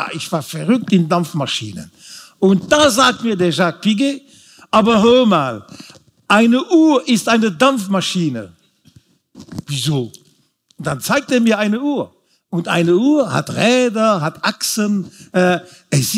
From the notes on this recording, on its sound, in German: vor Publikum aufgezeichnet.